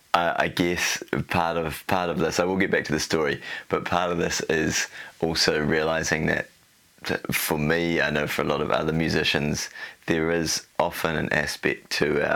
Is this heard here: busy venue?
no